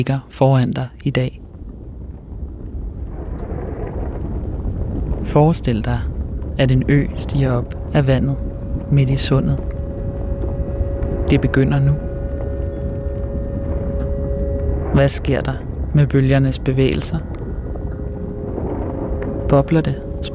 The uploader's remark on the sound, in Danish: På en lydtur i Louisianas park.